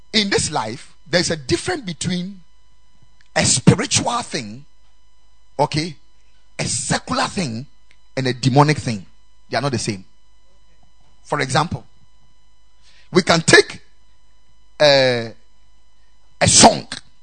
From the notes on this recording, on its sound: Preached at the Ekklesia Chapel